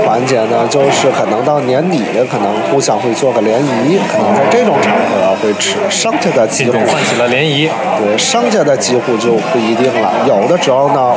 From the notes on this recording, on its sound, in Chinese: 所在地点：国内。本期和下集内容，都是在天津五大道的一家咖啡馆内开放性录制，用的就是天津话。